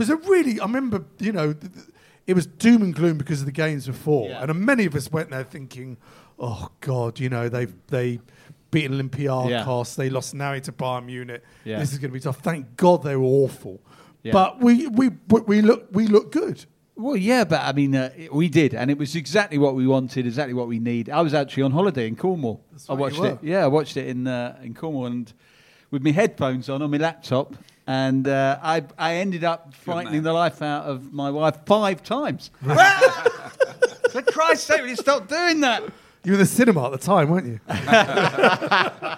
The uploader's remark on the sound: Live recording from Central London.